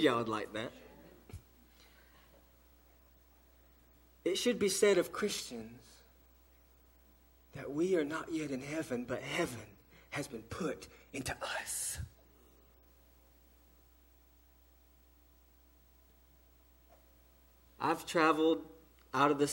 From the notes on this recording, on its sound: Delivered to Cottondale Baptist Church in Eastman, GA on 3/4/18 during the 6:00pm service.